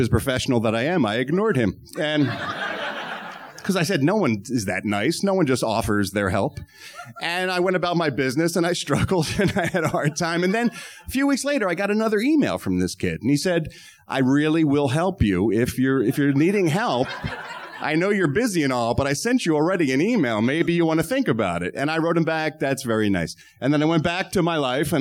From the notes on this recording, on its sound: It's THE … REPORT LIVE on-stage at the world famous Improv comedy club in Hollywood. Doing the show in front of a sold-out crowd of … members!